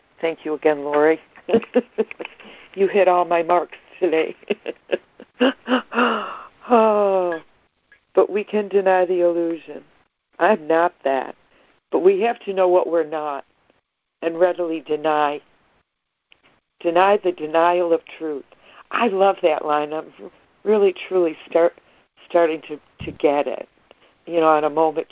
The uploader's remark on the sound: ACIM Daily Conference Call